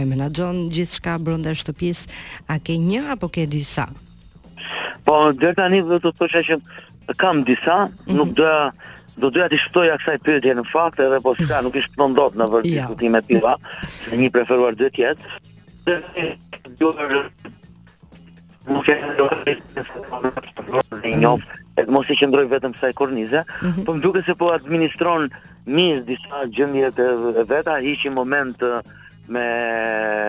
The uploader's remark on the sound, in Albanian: ishte i ftuar nëpërmjet një lidhjeje telefonike